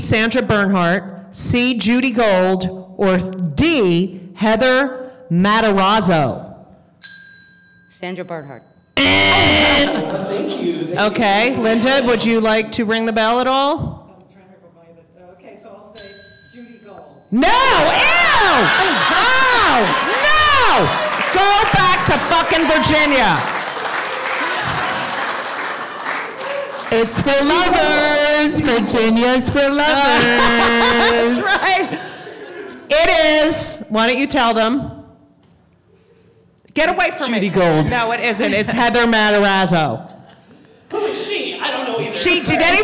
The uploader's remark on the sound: LIVE at NYC Podfest